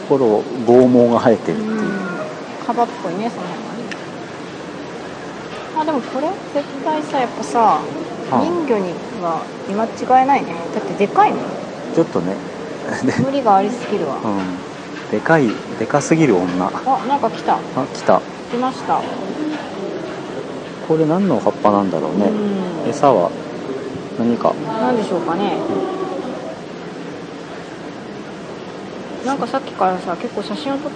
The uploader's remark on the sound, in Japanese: 居酒屋さんで収録。ずっと撮っていたから、しゃべりにくかったかも知れません。私は酔っていたので、気にせず話してました。